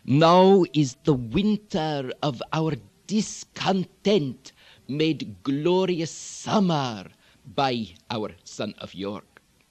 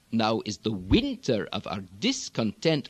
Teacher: you can stress by elongation within this particular accent · Shown in: first take · rather than now is the winter of our discontent, like we would in American English.